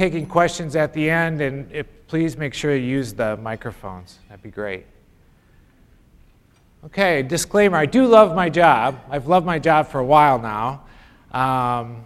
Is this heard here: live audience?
yes